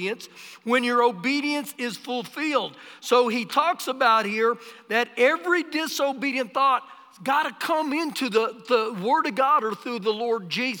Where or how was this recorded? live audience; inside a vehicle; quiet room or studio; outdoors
live audience